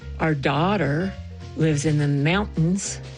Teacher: Coloradoans don't pronounce T's in the middle of words. It's kind of like you could say, our daughter lives in the mountains, but not in Montrose or Minnern.